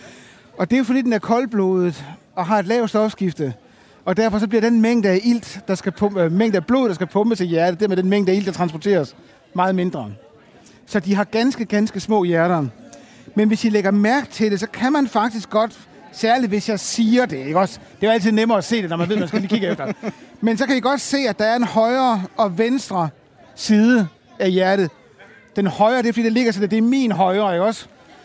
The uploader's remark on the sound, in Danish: Kraniebrud ved Forskningens Døgn. Dagens program er optaget foran et live publikum ved Forskningens Døgn i Stakladen i Aarhus.